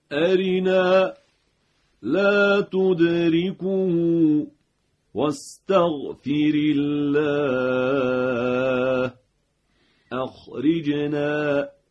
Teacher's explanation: مورد اول ترقیق را، را مکسور